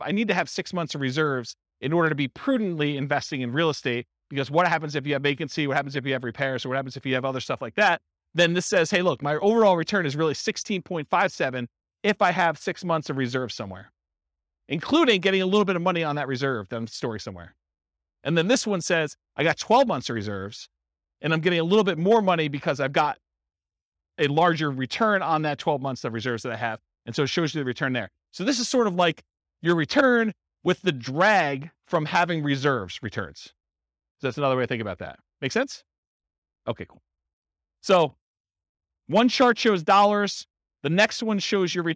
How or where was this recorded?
live audience